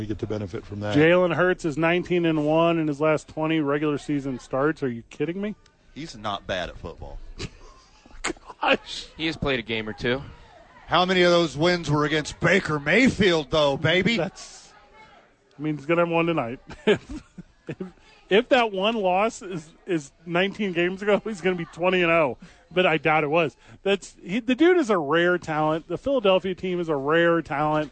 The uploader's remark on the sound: live from Howies